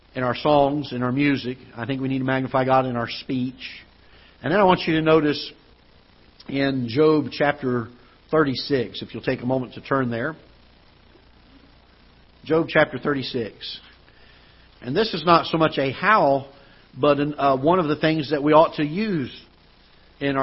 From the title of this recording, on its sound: Ketha Heights Baptist Church ~ Live Broadcast